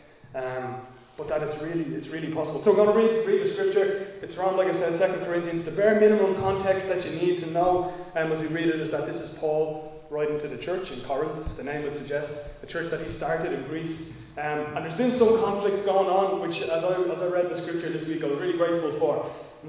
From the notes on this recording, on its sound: Recorded live in Liberty Church on 8 May 2022